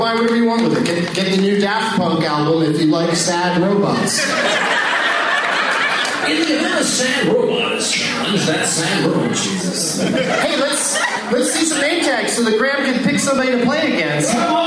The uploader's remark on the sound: against audience members at The Improv in Ontario, California